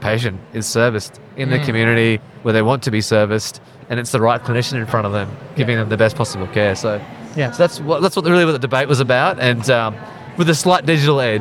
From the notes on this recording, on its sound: Australian Healthcare Week 2023 Feature Episode. Recorded at Australian Healthcare Week 2023.